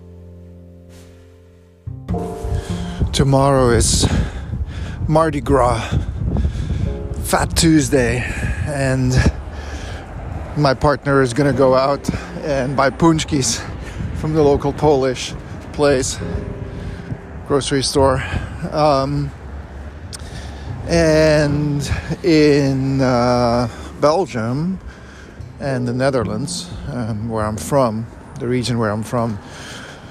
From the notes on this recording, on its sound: Recorded on a necessary walk outside